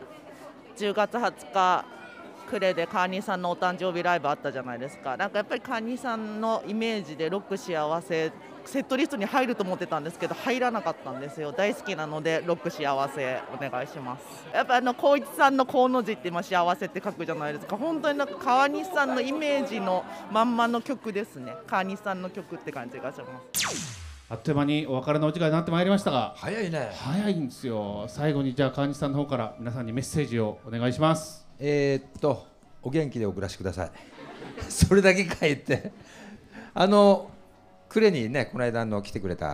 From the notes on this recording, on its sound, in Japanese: 2022年11月に広島市中区のファッションビル“サンモール”で、。公開録音の模様をまとめた特別番組です。こちらの音源は楽曲やBGMなどを抜いて再編集した音源になります。